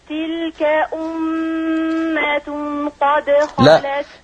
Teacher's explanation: أخفي النون عند القاف